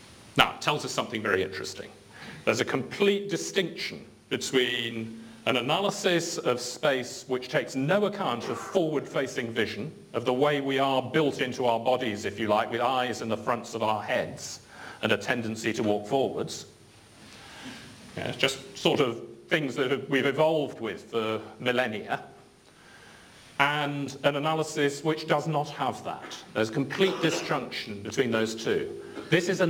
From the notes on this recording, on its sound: UCL Lunch Hour Lecture